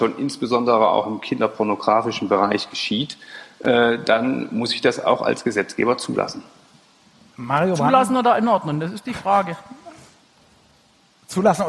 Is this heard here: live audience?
yes